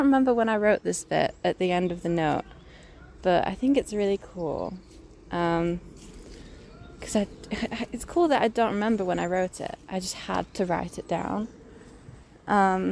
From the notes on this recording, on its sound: all accompanied by some sounds of nature (sorry about my squelchy boots!